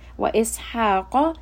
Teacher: Wa ishaqa, ha is from the throat. Qaf is permanently heavy.